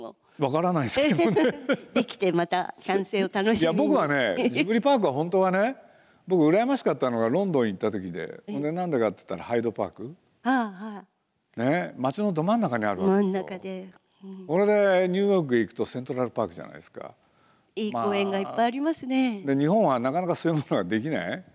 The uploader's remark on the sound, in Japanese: 8月2日に東京国際フォーラムで行われた、第70回全国幼児教育研究大会東京大会のスペシャルトーク